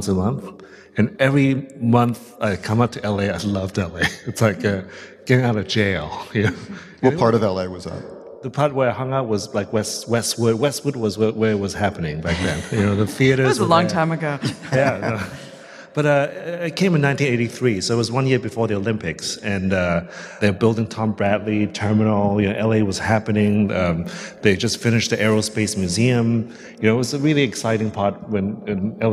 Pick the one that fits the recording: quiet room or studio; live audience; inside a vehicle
live audience